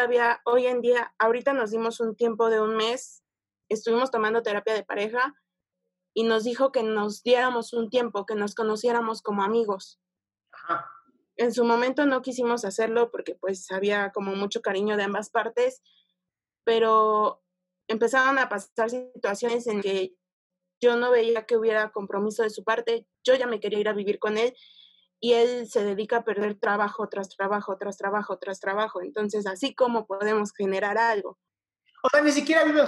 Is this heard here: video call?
yes